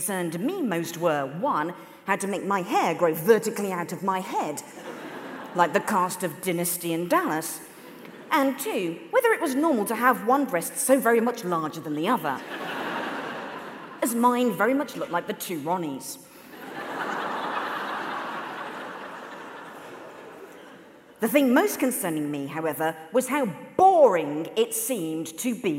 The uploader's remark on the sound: The Women's Equality Party launch their election campaign with a celebrity fundraiser hosted with 5x15 in May 2016. Addressed the audience at Central Methodist Hall.